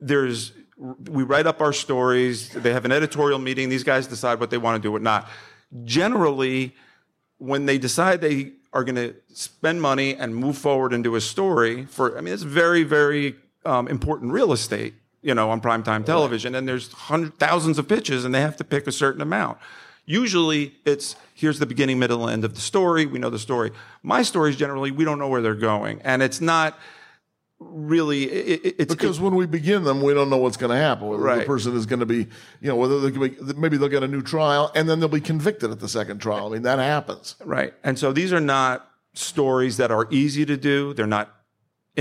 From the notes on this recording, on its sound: In front of a live audience at the CrimeCon conference in New Orleans.